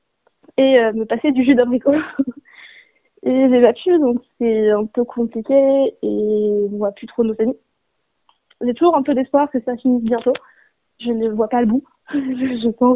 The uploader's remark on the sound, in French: Nous avons joint par téléphone. Cet article provient de Radio AlterNantes FM.